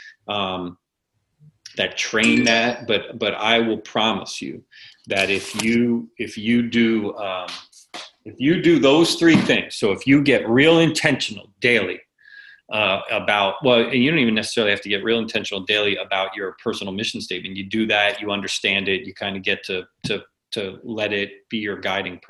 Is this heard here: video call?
yes